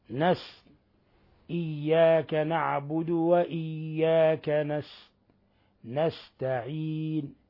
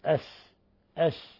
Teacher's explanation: ومن الأخطاء عدم بيان همس السين من نستعين. السين حرف مهموس لأنه من حروف فحثه شخص سكت.